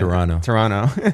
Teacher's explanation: The second T is silent.